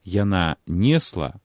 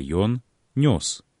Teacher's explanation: У формах мужчынскага роду гук «э» пераходзіць у гук «о».